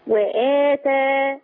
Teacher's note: لما تقفي وآتى، لما وقفتي عليها بينتي ان في الوقف عليها الفتح بس، لأنك بتقصر البدل